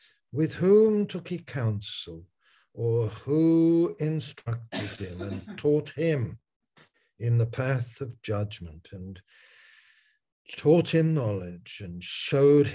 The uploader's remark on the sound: Malaysia Meets (Zoom).